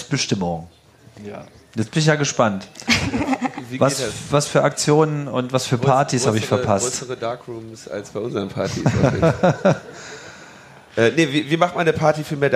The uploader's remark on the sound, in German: Die Live-on-Stage-Sendung von der Bühne des Three Headed Monkeys Village auf dem Chaos Communication Camp 2019. Und Logbuch:Netzpolitik war mit dabei auf der Bühne des wundervollen Three Headed Monkeys Village.